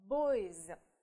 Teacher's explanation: Значит, мы просто прибавляем окончание s и получаем boys. Читаться, произноситься у нас будет звонко, потому что стоит после гласной